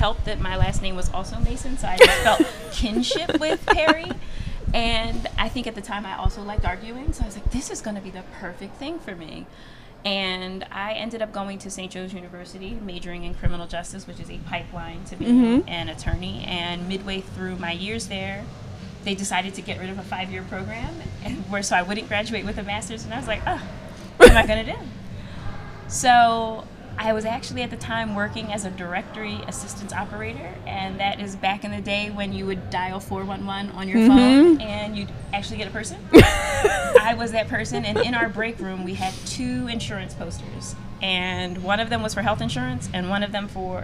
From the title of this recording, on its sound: Live from ClaimsXChange